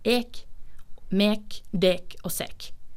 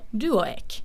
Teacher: jølstermålet fortsatt tar i bruk den norrøne uttalen med K i pronomena ek, mek, dek og sek